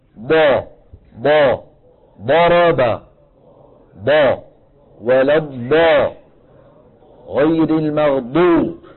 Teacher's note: دال مفخمة، ما حتخرج ضاد أبدا طالما أنه يعتمد ويتكئ على المنطقة الأمامية. الاعتماد والاتكاء والضغط يكون فين؟ في الحافتين اليمنى واليسرى · Term: الضاد